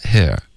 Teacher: 对，就是不可能会被别人理解错。哎，如果你一不小心发到四了，那肯定错了。对对，所以比如第一个字就是 here。OK，就是这里。你说 here 的时候呢，应该没有人会纠正你。嗯，在英国呢，他们可能就会舌根稍微低一点发 here